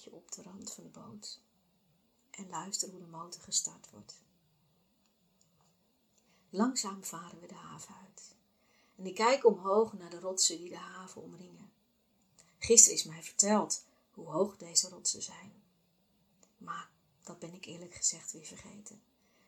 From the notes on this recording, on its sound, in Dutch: Bij het terugluisteren besloot ik dat het geluid nog niet is zoals ik wens, dus ga ik op zoek naar een microfoon.